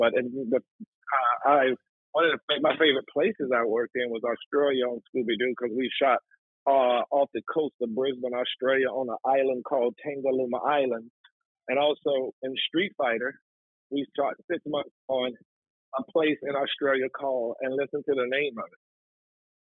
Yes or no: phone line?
yes